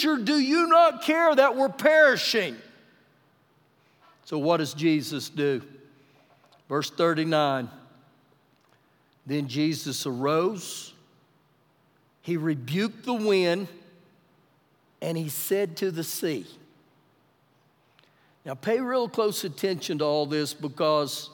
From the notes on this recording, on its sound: Recorded live during our Wednesday night service.